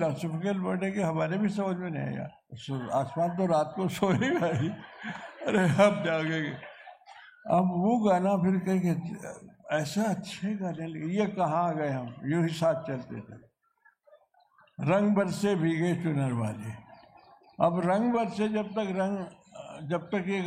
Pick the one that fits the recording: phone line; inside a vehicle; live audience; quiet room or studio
live audience